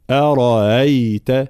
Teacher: الإمام قالون يسهل الهمزة التي بعد الراء في كلمات أرأيت، أرأيتم، أفرأيت وأمثالها · Term: تسهيل الهمزة